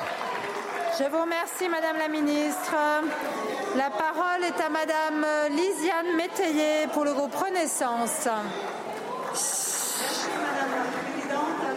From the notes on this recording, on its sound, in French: Malgré ce moment de deuil, le ton de la séance est virulent, sous les cris des oppositions, qui donnent de la voix dans l'hémicycle pour défendre la cause des agriculteurs.